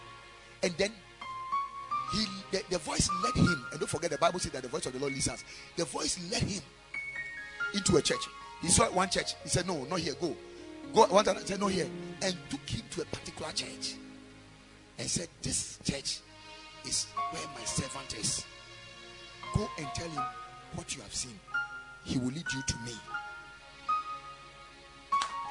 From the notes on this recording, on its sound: Preached at Ekklesia Chapel